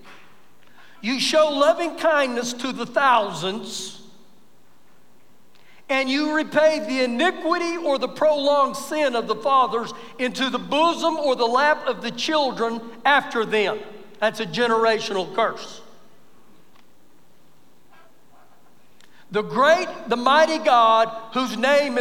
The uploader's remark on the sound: Recorded live during our Sunday morning service